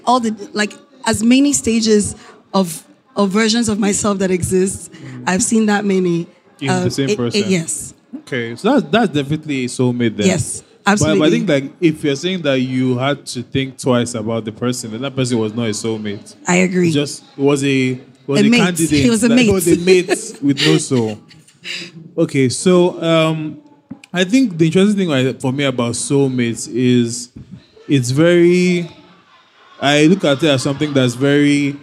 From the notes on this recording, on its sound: LIVE at AfricaNXT